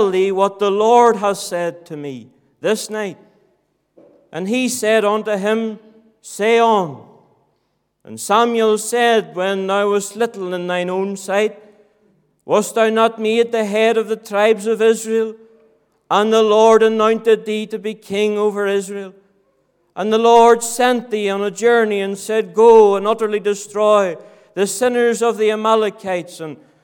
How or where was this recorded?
large echoing room